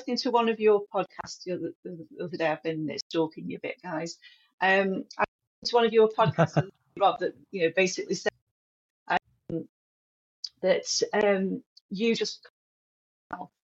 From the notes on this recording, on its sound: Please note, we experienced some technical difficulties when recording this show. Apologies for any audio issues.